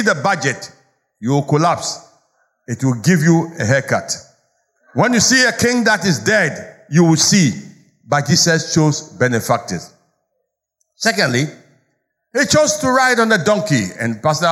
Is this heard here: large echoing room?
yes